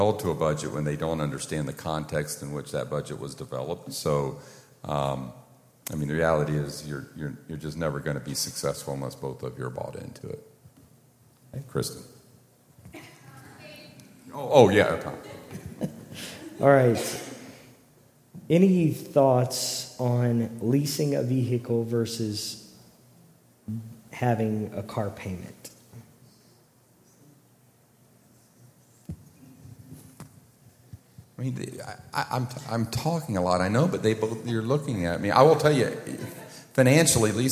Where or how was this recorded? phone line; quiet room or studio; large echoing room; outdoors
large echoing room